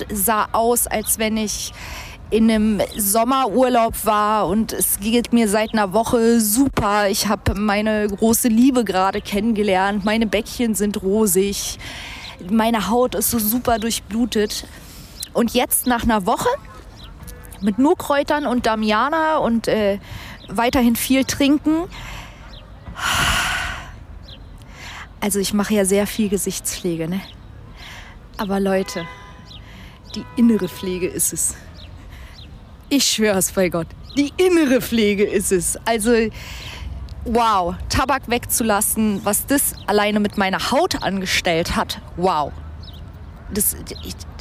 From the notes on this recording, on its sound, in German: Ohne Gast, ohne Team, ohne Zuschauer nur Ich, das MIC und die Natur.